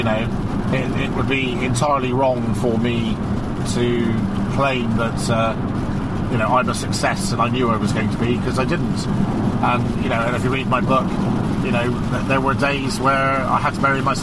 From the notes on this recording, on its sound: The podcast was recorded in the car as they travelled. Pologise for any background noise.